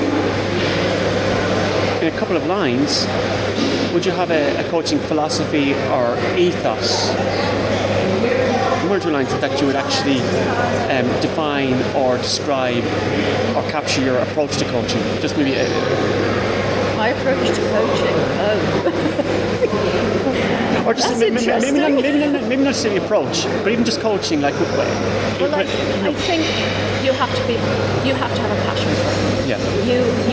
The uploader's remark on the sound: The interview was recorded in a cafe, so the background noises are quite strong, but overall everything is audible. The cafe bustle only adds to the authenticity of this interview!